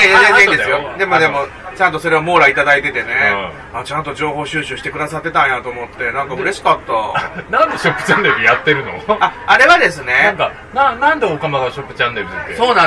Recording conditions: live audience